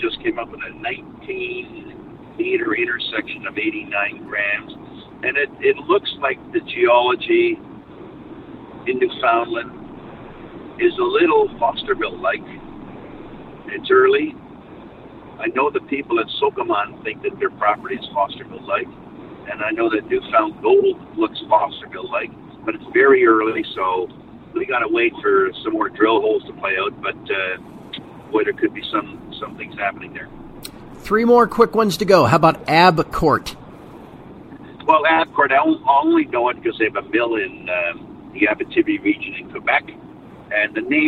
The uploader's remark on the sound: as he drives down the freeway